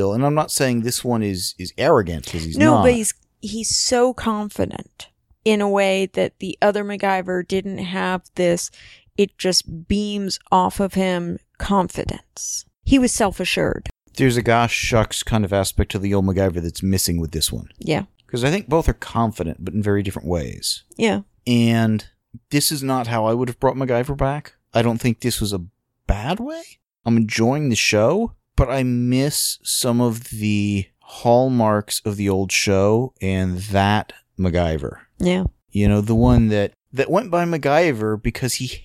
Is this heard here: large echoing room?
no